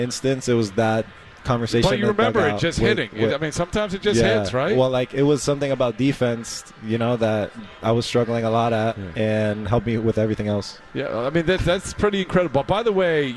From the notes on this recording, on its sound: live from Red Sox Winter Weekend